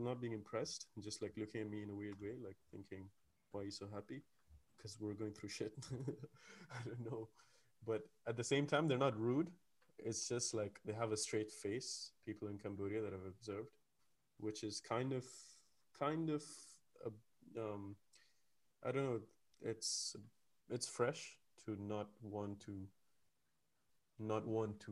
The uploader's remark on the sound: A semi spontaneous episode. His audio is cursed at the end you can jam it up really high.